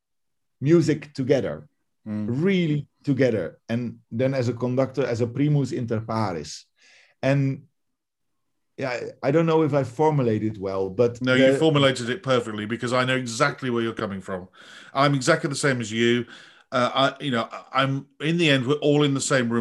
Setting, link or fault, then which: link, video call